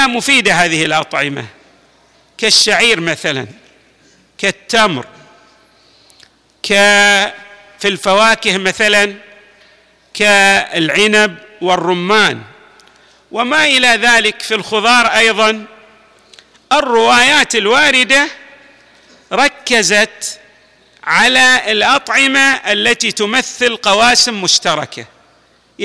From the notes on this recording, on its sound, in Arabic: تسجيلات جامع الامام علي عليه السلام الأحساء المبرز